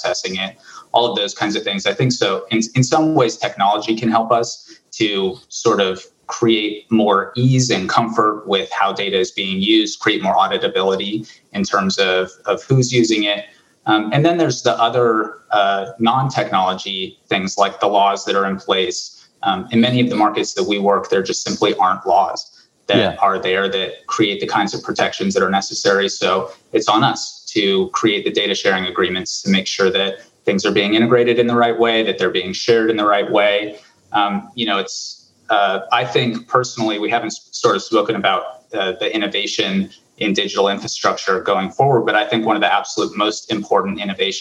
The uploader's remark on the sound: This is a recording of webinar discussion. Brought to you by the Bay Area Global Health Alliance, with Co-creation Hub, Mastercard and Zenysis Technologies, as part of Resonance's Inclusive Innovation Exchange.